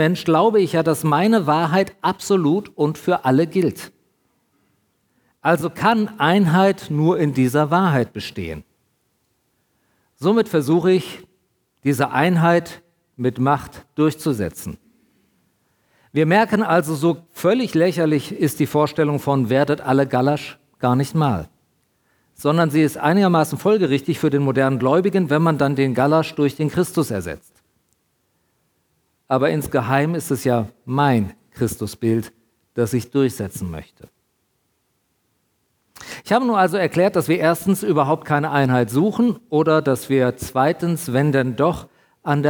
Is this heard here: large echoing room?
yes